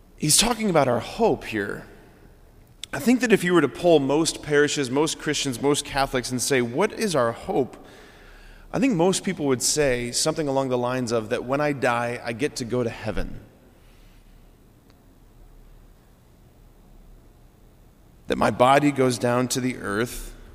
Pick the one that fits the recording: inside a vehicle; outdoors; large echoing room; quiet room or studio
large echoing room